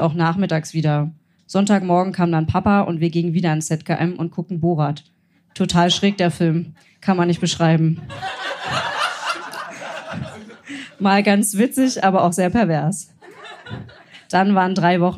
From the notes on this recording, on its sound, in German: Heißen Dank an das Kulturhaus Insel, unser tolles Publikum